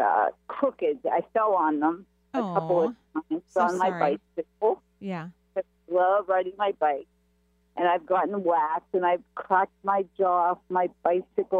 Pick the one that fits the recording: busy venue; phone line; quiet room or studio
phone line